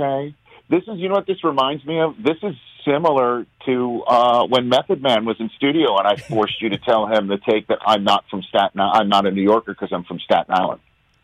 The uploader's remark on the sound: calls in from the set of Peacock’s ‘Tokyo Gold’